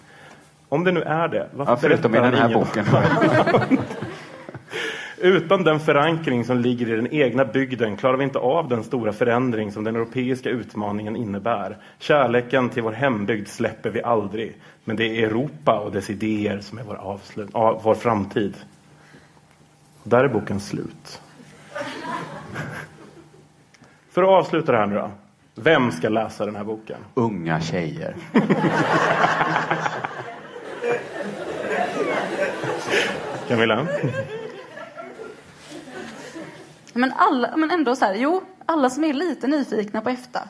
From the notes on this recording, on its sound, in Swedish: Detta avsnitt spelades in live inför publik på Folkets hus i Göteborg i samarbete med ABF.